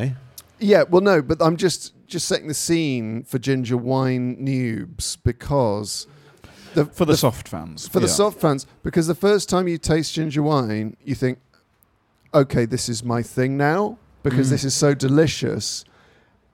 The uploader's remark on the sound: The Moon Under Water is ready to once again present itself live from within The Dagda Bar within the Edinburgh Fringe festival.